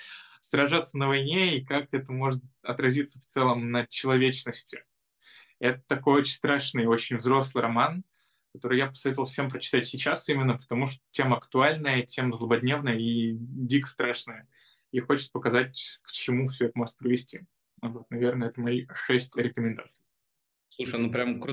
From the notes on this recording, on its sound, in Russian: Zoom_подкаст